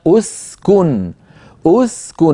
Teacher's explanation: لاحظوا بأنهم ضموا الهمزة لأن الكاف مضمومة أسكن، فالكاف مضمومة وهي الحرف الثالث، فضموا همزة الوصل عند البدء بها.